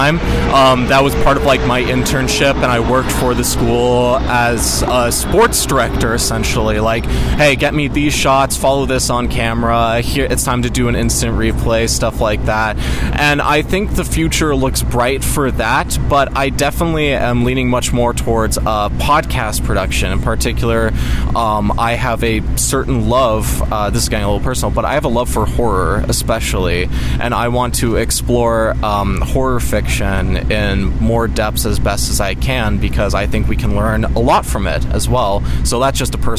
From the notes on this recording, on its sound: in front of the Bismarck Civic Center at the Williston Basin Petroleum Conference